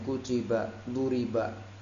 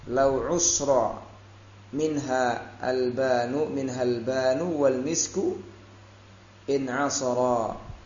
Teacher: Usra bukan usira, disukun sebelum akhirnya. · Shown in: second take